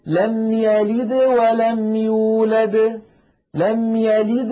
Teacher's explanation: ولما ينطق الدال يلد الفم مباشرة يريد أن يتهيأ إلى الواو التي بعد الدال، فلذلك القلقلة تكون أقل وضوحا من ولم يولد الدال الثانية التي وقفنا عليها.